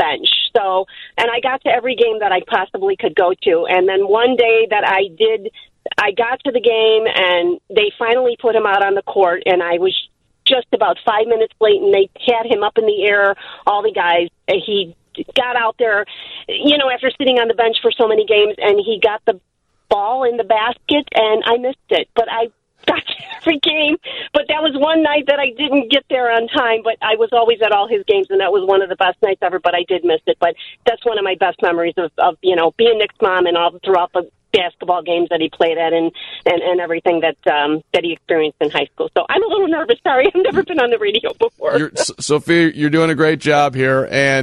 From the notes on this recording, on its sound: open the phone lines